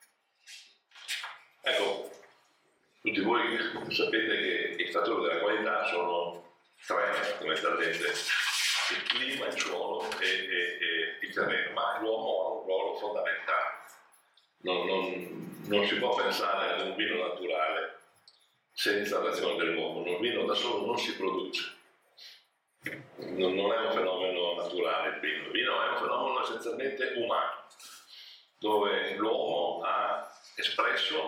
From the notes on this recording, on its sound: Seminar during Vinitaly 2022. WARNING AUDIO IS LESS THAN PERFECT!